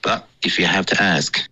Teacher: 你的 but 结尾呢没有顶舌尖